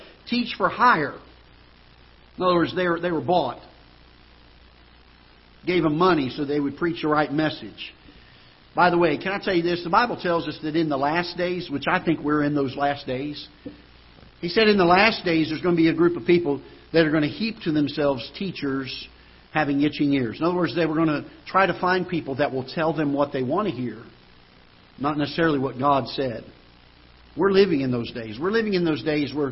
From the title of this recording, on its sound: Ketha Heights Baptist Church ~ Live Broadcast